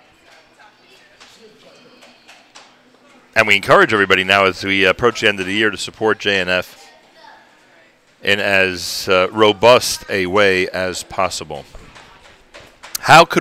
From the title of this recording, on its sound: Live from "Gotta Getta Bagel" in the Five Towns